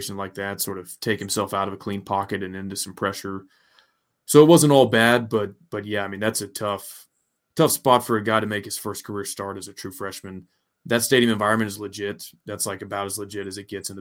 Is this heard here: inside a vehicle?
no